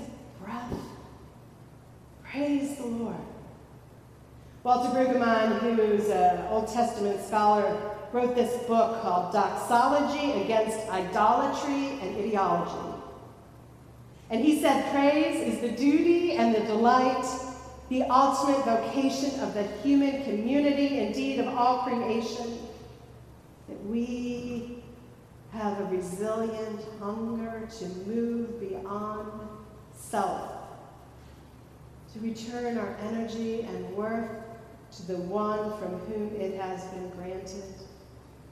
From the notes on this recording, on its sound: Recorded at Fairmount Presbyterian Church in Cleveland Heights, Ohio.